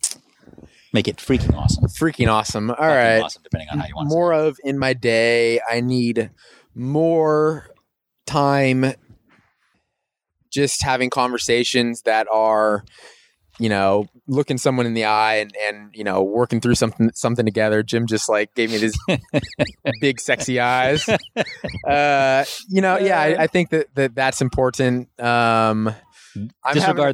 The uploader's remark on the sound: We recorded this on the sidewalk outside the gym today so please excuse any minor background noise.